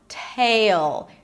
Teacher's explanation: An aspirated T, a long A as in day, and a dark L · IPA: ˈteɪɫ